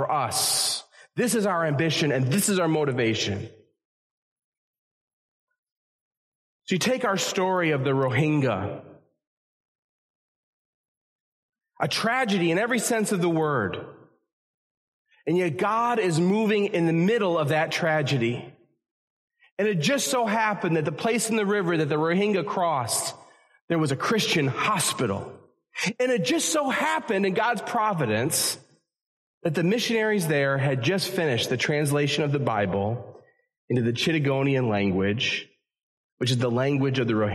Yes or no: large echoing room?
yes